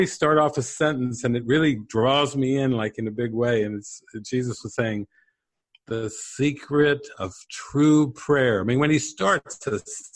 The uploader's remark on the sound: This is the closing Q&A session from May's "Awakening from the Dream" online retreat